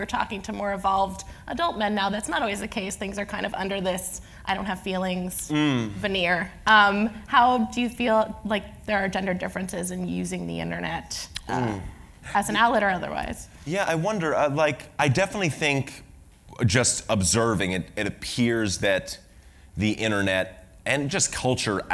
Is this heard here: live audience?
yes